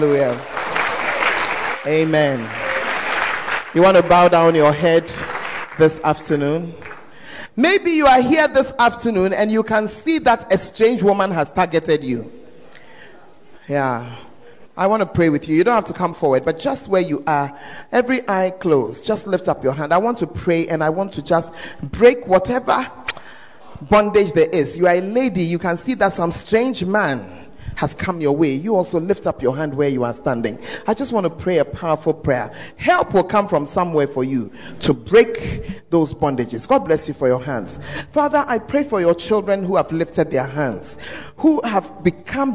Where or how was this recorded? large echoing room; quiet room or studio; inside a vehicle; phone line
large echoing room